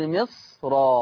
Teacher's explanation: قرأ ورش بتفخيم الراء قولا واحدا، لماذا؟ لان الصاد الساكنه حاجز حصين، لأن الصاد الساكنة حاجز حصين، حالة بين الميم المكسورة والراء المفتوحة، حاجز، حاجز، حائط، حاجز بين الميم المكسورة والراء المفتوحة، لفظ مصر، وإن شاء الله لما نتعرض لباب الراءات.